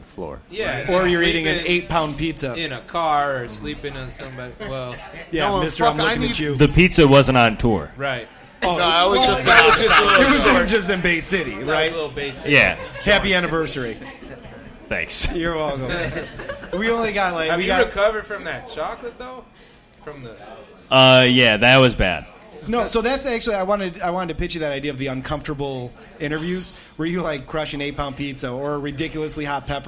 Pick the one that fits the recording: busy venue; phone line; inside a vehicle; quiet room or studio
busy venue